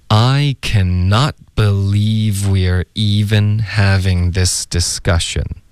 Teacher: I cannot believe 的这个 v 跟后面 we are 的这个 w 音连发 OK，然后 we are 呢它就发成了 we're，所以前面加一个 v 就变成 we'reOK，一口气 believe we're 这里它就顿了，它没有连读到后面 evenOK，为什么呢，因为它想要强调竟然这个字 we're evenOK，中间停了一下没有连读。I cannot believe we're even having this discussion.